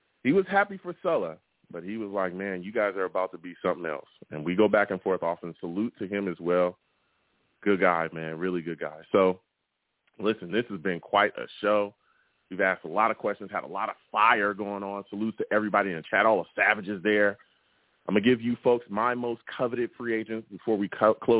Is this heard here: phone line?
yes